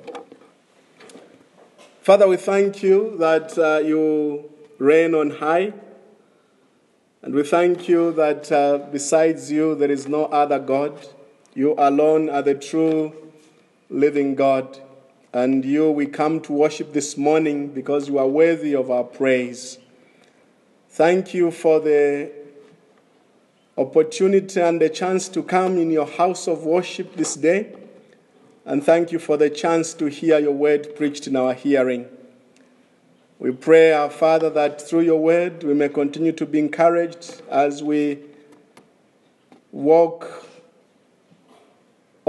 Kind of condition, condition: setting, large echoing room